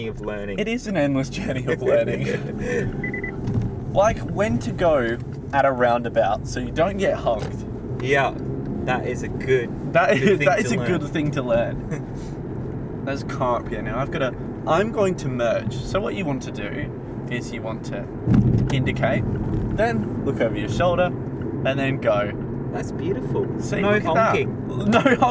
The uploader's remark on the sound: We thought this would be a perfect idea to record an episode in the car, turned out to be a little harder than we thought!